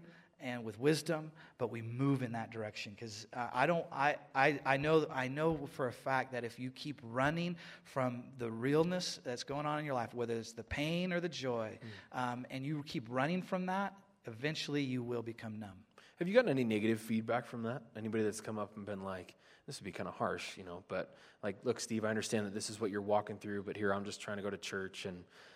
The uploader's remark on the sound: Live at Westside Church